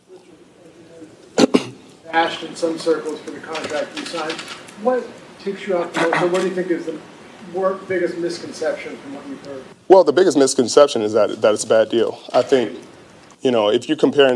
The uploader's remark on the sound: introductory press conference with the San Francisco 49ers